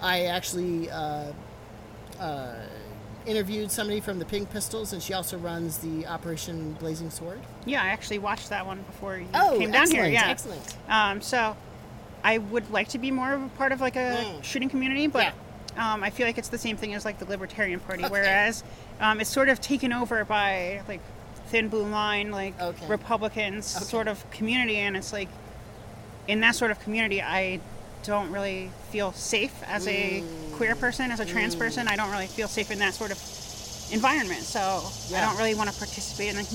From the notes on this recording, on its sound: We filmed this interview in her backyard garden, so there is some ambient noise